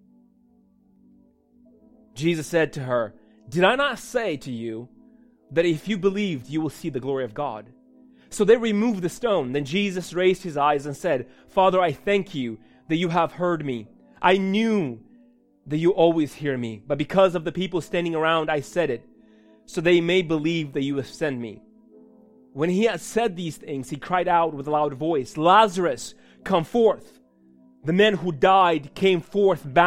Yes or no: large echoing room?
yes